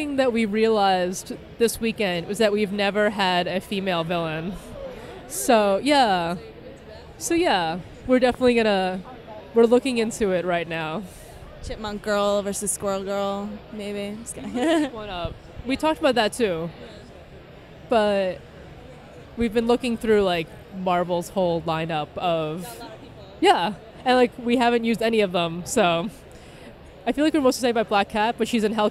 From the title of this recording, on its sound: Interview at New York Comic Con 2016